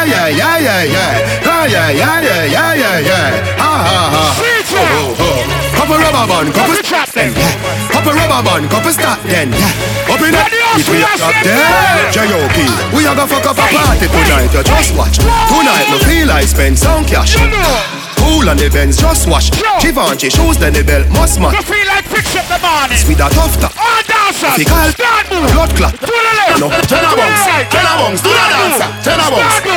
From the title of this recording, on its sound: BIRTHDAY BASH TRUST VS LOYALTY 6.18.21 LIVE AUDIO